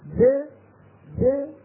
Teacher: يبتعد مخرج الدال عن بعضه ولا يصاحبه انفتاح للفم ولا انضمام للشفتين ولا انخفاض للفك السفلي